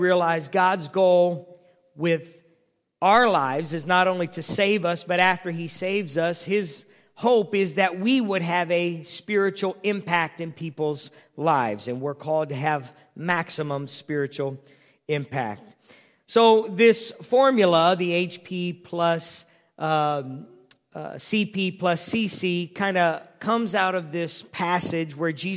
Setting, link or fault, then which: setting, large echoing room